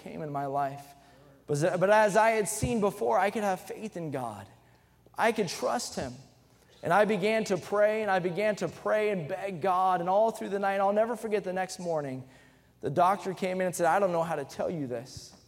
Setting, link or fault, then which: setting, large echoing room